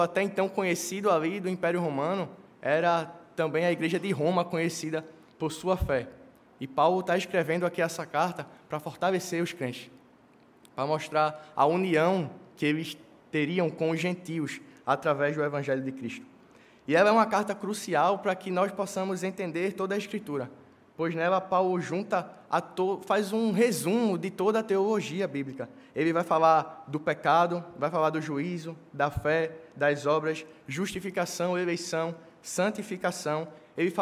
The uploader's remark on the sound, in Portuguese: No culto presencial e transmitido ao vivo.